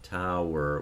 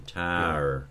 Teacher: we'll lose the diphthong, we'll smooth it · Shown in: second take · so something like tower will become tower, yeah.